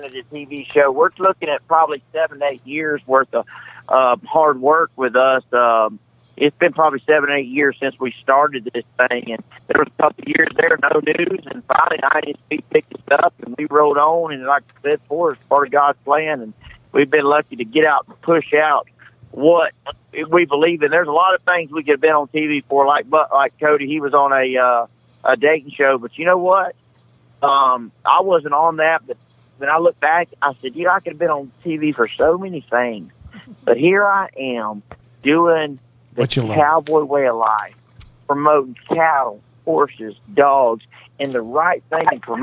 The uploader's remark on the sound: by phone